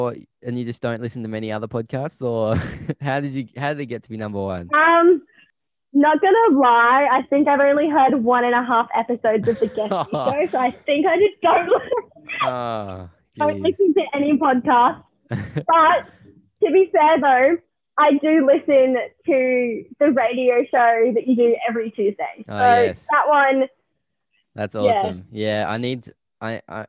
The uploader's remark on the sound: joins me over zoom